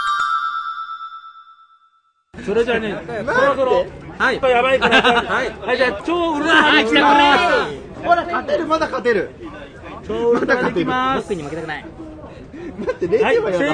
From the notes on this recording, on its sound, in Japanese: 名古屋・栄の池田公園を会場に開かれた、NLGR+(NAGOYA LESBIAN & GAY REVOLUTION PLUS )2023で。ブースに押しかけての収録シリーズの後編です。